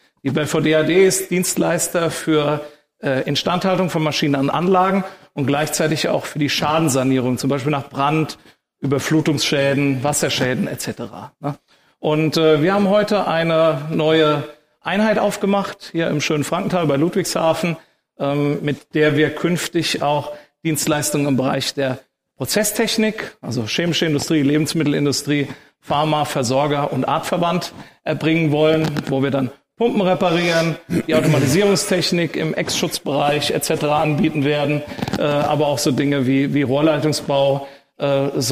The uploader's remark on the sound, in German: Live auf der Eröffnung der Belfor DeHaDe Filiale in Frankenthal